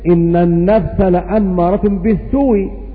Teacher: فينقل حركة الهمزة إلى الواو الساكنة التي هي حرف مد ولين فتصير إن النفس لأمارة بالسوء، ولا يوقف على متحرك فنقف هكذا إن النفس لأمارة بالسوء بالسكون وهكذا.